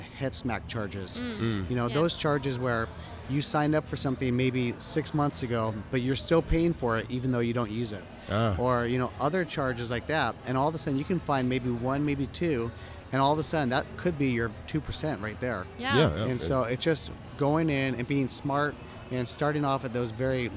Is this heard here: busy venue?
yes